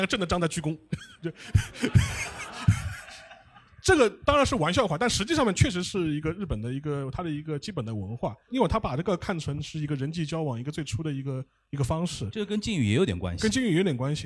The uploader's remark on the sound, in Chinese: 6月20日下午《东亚观察局》联合JustPod举办了节目上线一周年感谢祭活动，100名节目听友来到现场，听三位主播的特别分享并且提问互动